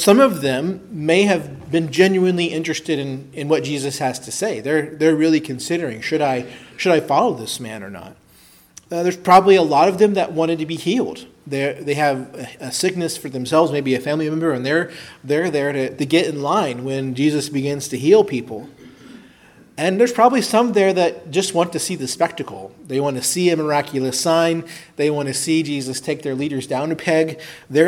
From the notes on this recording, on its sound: preached at Christ Our Savior Baptist Church